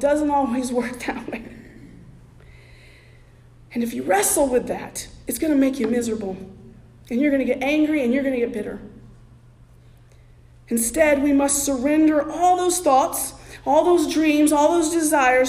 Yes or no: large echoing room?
yes